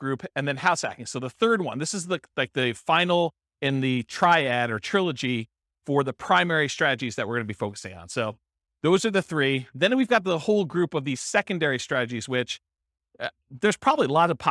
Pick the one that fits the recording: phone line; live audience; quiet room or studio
live audience